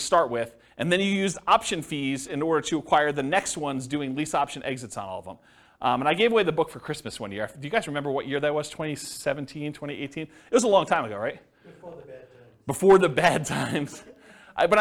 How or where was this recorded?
live audience